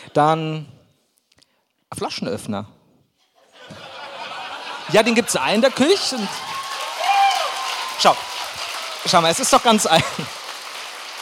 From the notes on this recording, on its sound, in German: live aus dem Schlachthof in München